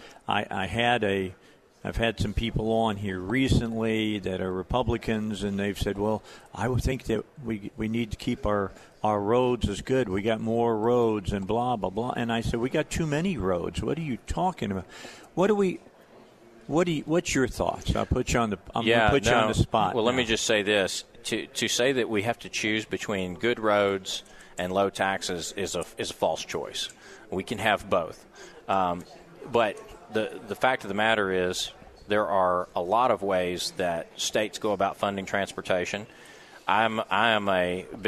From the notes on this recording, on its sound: Live at the State Capitol for Filing Day